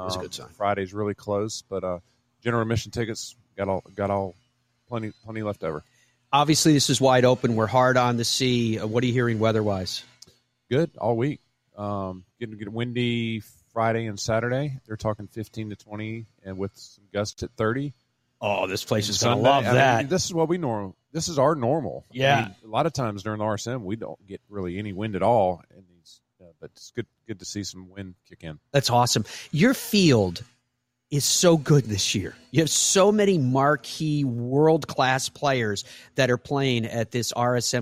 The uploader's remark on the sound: Broadcasts live from Sea Island and the RSM Classic with special guests throughout.